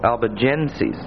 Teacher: The other two names are the Albigenses, Albigenses, and that's pronounced on the end like S-E-Z with a long E, sees, Albigenses. And the accent is on the middle syllable